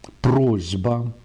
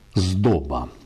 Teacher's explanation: то есть глухая превращается в ее парную звонкую · Term: озвончение